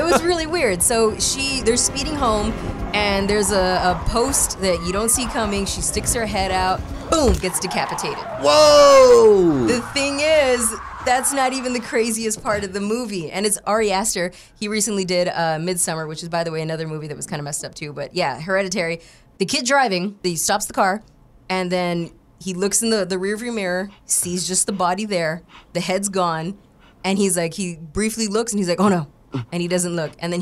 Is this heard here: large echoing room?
no